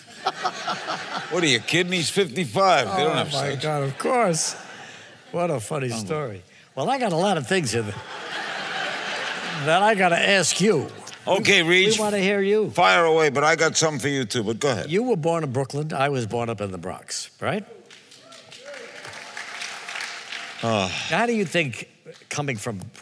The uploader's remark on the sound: The conversation was recorded on Jun 13, 2016 in front of a live audience at New York's 92nd Street Y.